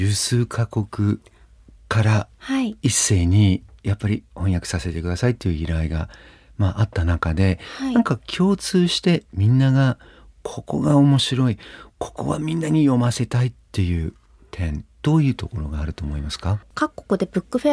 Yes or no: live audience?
no